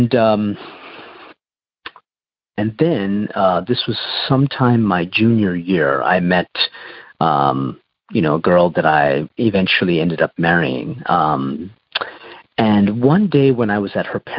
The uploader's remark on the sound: shares on the Noon phone group Monday Meeting